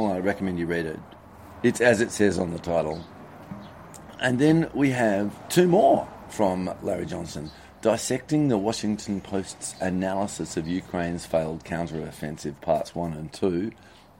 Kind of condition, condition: fault, background noise